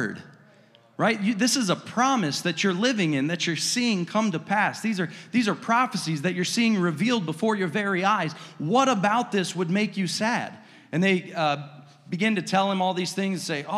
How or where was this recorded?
large echoing room